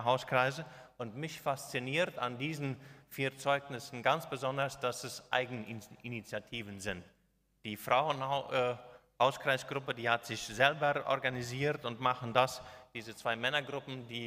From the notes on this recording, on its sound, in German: Sylvestergottesdienst in Neuland. Ein Gottesdienst der Gemeinsamen Gemeindearbeit Neuland, durchgeführt und aufgenommen in der Kirche der Mennoniten Gemeinde Neuland.